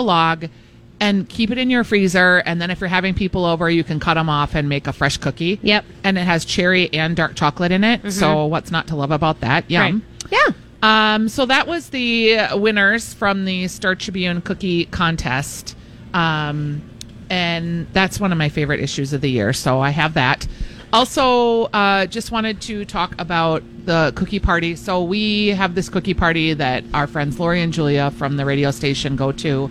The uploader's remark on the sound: Live Broadcasting at EL Burrito!